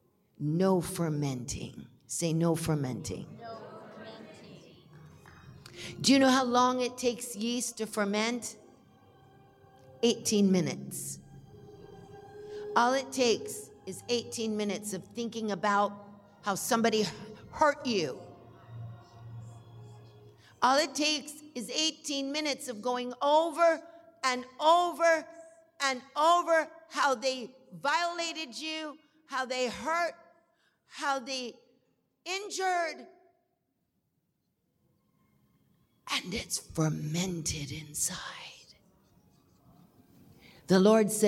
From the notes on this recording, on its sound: we will go live to the Good Friday Deliverance Service